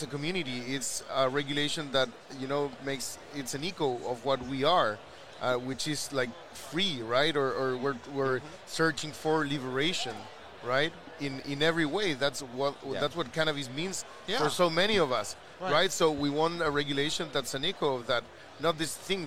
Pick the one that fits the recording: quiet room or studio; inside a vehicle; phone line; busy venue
busy venue